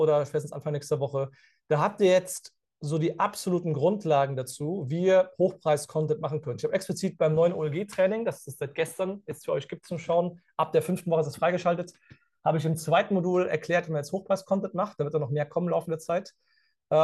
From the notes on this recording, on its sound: Live-Call Leak. Bei unserem Neujahrs Live-Call.